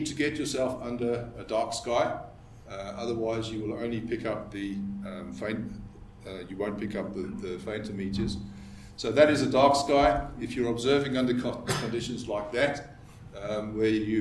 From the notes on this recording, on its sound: This is the second episode in our series of ScopeX 2018 public lectures.